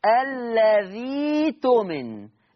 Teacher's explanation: طب ياء مادية ليه؟ لأن الهمزة الساكنة مسبوقة بحرف مكسور